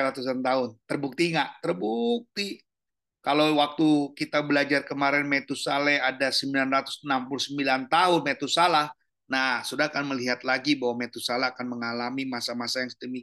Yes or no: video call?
yes